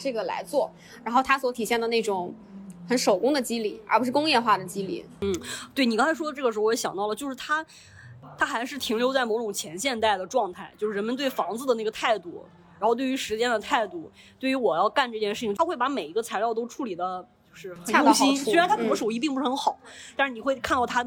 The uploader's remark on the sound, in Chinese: 本期录制是在露天博物馆的主播们开的线下咖啡馆 —— 铁狗咖啡（余杭店 EFC 店）进行的。